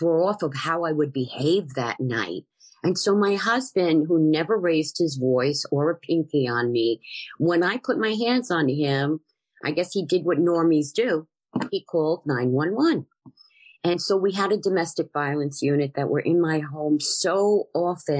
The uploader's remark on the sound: This is a meeting from the Broken Elevator zoom group